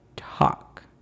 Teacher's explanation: la L es algo discreta en esta palabra, es igual de importante colocar la lengua en la parte posterior de nuestro paladar